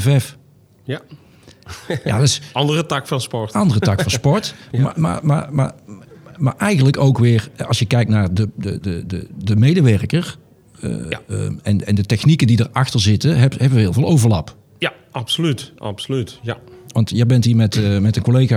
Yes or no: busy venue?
yes